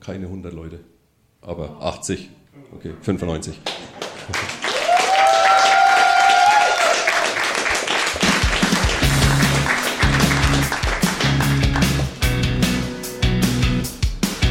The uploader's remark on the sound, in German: live im Afterwork